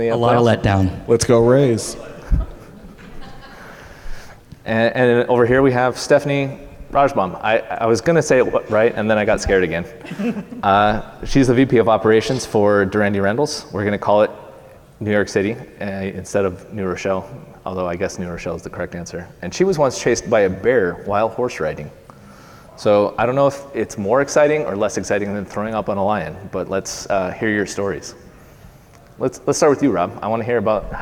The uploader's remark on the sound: At Point of Rental's 2023 International Conference, we welcomed several rental leaders up to the stage